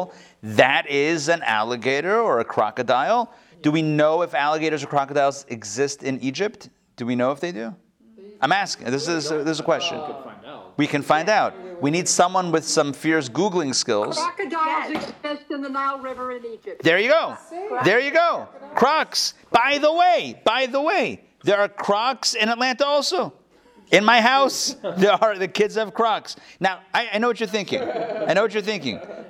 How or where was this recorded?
live audience